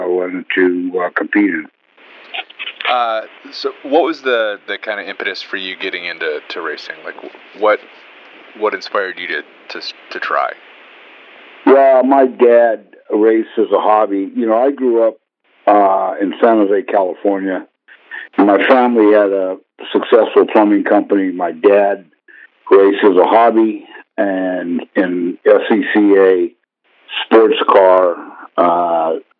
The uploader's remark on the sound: This interview was recorded during the early stages of Autoweek’s podcast, so ignore the format and interview recording quality.